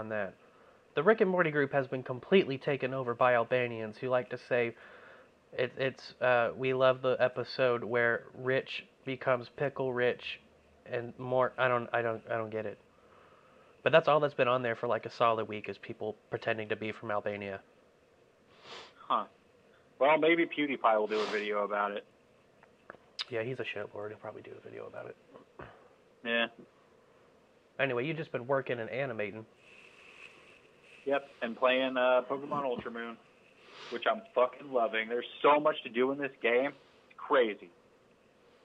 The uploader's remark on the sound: still talk to one another over the phone